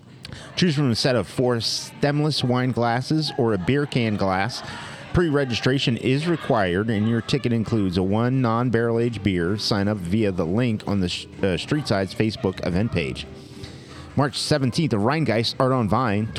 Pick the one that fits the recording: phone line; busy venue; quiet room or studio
busy venue